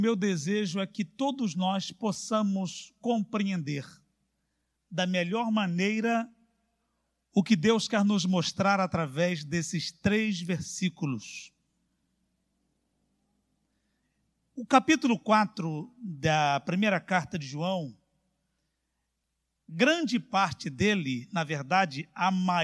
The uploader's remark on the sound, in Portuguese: CULTO AO VIVO